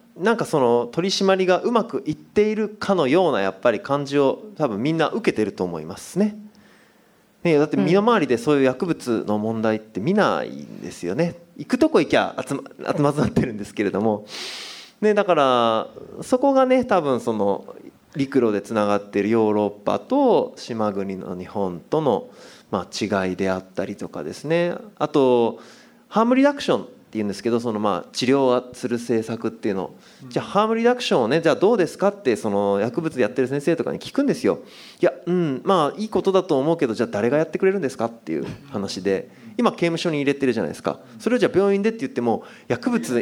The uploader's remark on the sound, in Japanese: 刊行記念イベント として実施された、 【Weed the People上映会＋こんにちは未来 公開収録】。